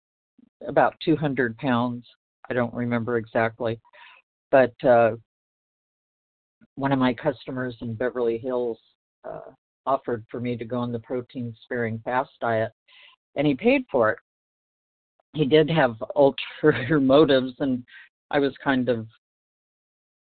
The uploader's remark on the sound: from the 100 Pounders Phone Meeting, 9/6/23